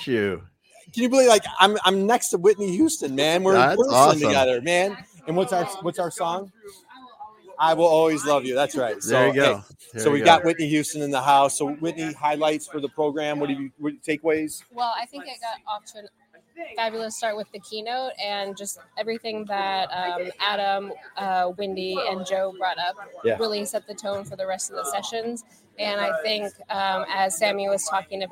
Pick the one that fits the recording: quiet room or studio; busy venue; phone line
busy venue